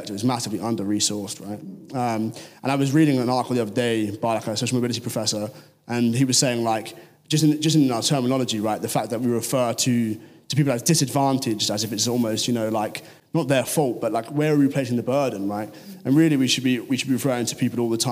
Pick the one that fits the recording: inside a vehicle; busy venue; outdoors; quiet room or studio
busy venue